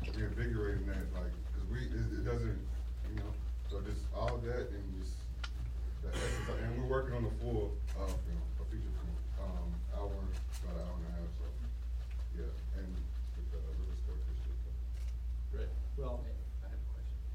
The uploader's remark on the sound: Live Q&A for the media screening